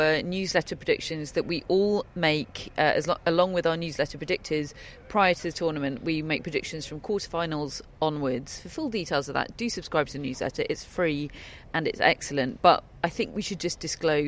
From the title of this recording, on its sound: Live from Wimbledon Day 3